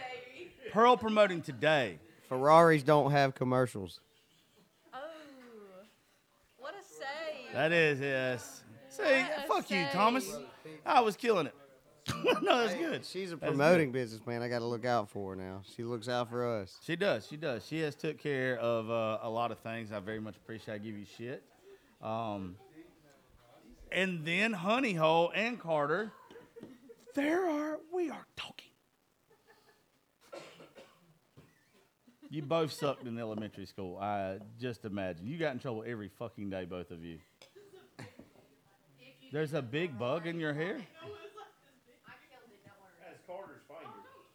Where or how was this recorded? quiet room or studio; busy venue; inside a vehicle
busy venue